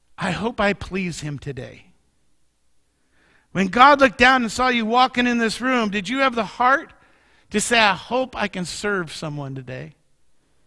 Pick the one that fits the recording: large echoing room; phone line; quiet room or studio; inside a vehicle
large echoing room